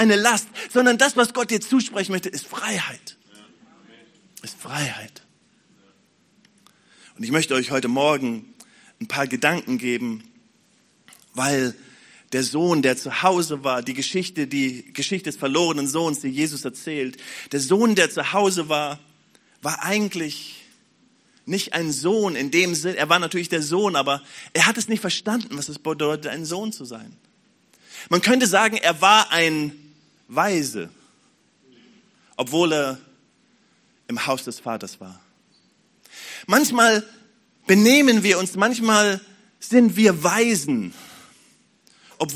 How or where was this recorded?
large echoing room